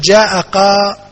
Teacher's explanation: فإنك تحذف الياء وتعوض عنها التنوين، تنوين الكسر